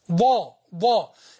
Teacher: اجعل اللسان ينحدر شمالا واجعله يتمطى بين الأدراس العليا والأدراس السفلى · Term: الضاد